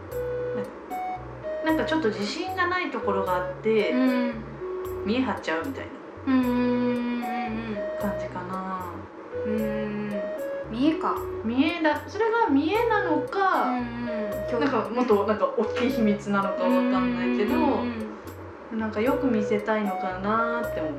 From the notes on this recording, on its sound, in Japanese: 録音環境劣悪のため超絶ローファイでお送りします。